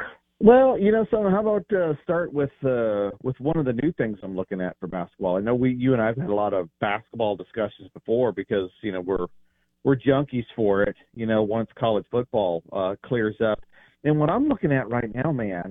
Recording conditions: phone line